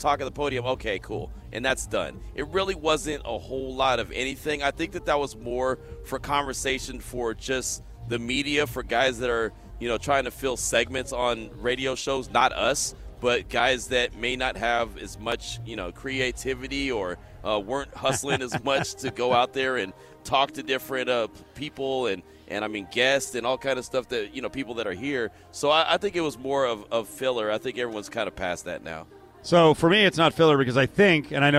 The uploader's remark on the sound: LIVE FROM THE COMBINE